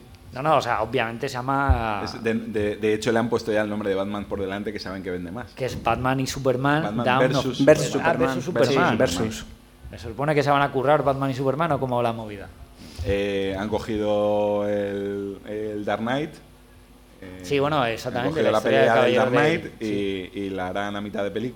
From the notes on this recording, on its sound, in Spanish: Desde el Salón del Cómic de Alicante 2014. Se celebraba en Alicante el Primer Salón del Cómic, Alicomic, en el recinto ferial IFA de Alicante.